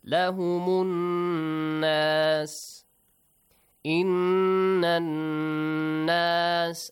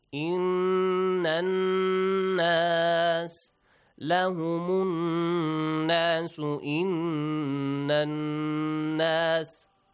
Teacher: Noon has a tashdeed, so prolong it, prolong the sound for two counts, and also a nasal sound.